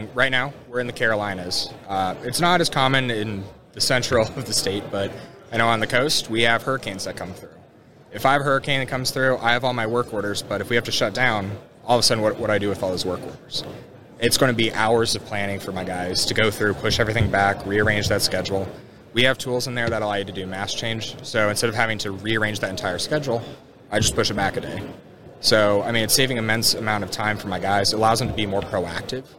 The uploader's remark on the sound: Industrial Talk is onsite at the 30th Annual SMRP conference